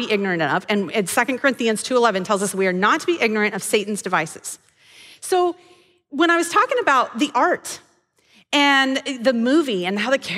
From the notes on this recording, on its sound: This episode may sound a little different, as we recorded the audio at Devoted Live, which is our monthly meeting for the women's ministry of Athey Creek.